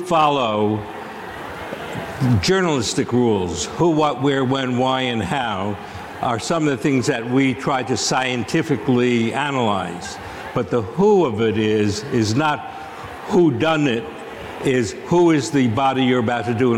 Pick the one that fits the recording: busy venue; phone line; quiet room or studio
busy venue